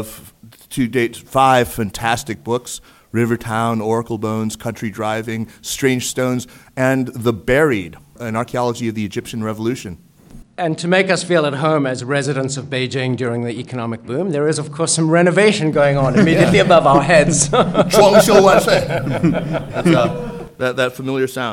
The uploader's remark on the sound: Live at the NEXTChina 2021 Conference in New York. A live show taped. At the fourth annual NEXTChina Conference at the China Institute in New York.